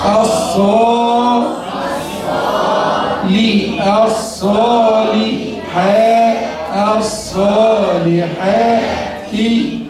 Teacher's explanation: همزة وصل نبدأ بها آ. لم شمسية مدغمة في الصاد المفتوحة